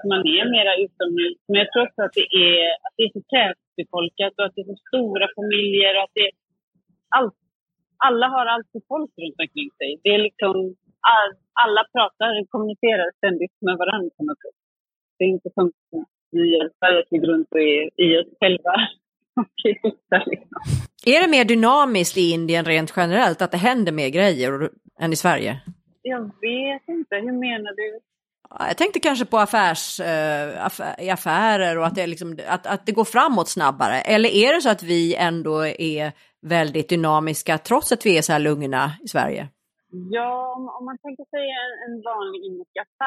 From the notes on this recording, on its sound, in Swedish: Vi hade lite problem med tekniken vid inspelningen av detta avsnitt och ljudkvalitén är därav inte inte helt 100.